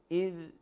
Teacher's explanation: طرف اللسان الحاد بين الثنايتين أو بين رؤوس الثنايتين مع طرف الثنايا العليا · Term: حروف لثوية